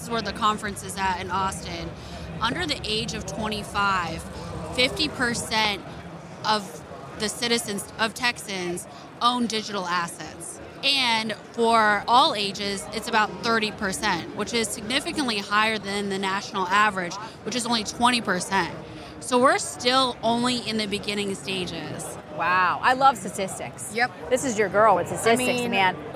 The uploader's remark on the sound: Walking the Floor at Consensus 2023. Is on the Consensus 2023 floor.